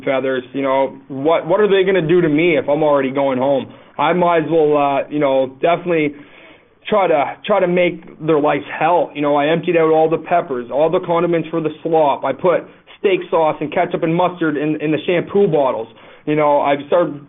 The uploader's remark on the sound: This is our phone interview.